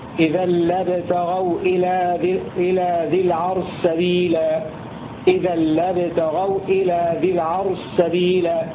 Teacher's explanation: أدغم السوسي الشين في السين في موضع واحد في قوله تعالى: إذا لابتغوا إلى ذي العرش سبيلا، إذا لابتغوا إلى ذي العرش سبيلا، إدغام الشين في السين في سورة الإسراء.